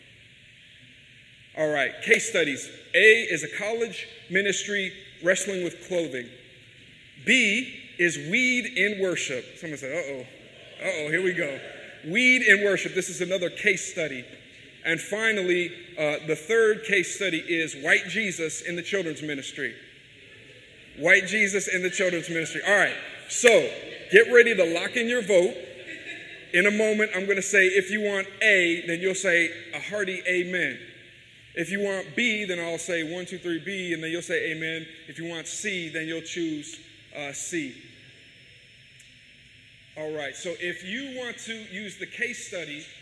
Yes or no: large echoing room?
yes